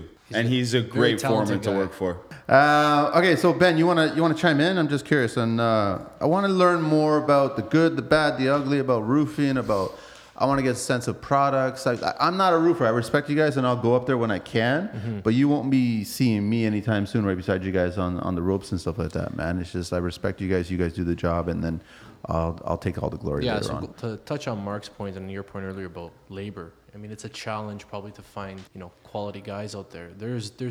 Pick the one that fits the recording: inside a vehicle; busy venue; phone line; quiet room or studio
busy venue